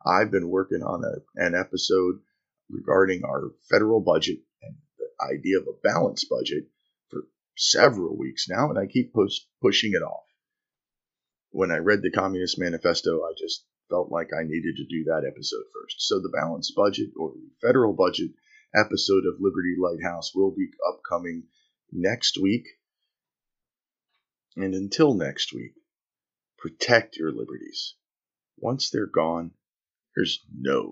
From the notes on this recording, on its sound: I'm not happy with the sound quality of this show. Sorry, I was rushed while recording it.